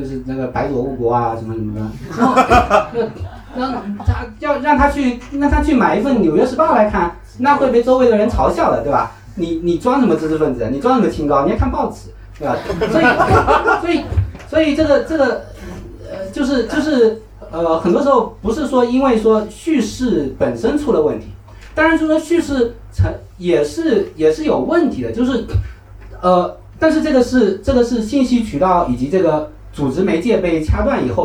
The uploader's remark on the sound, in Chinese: 选·美》在北京举行了一场线下活动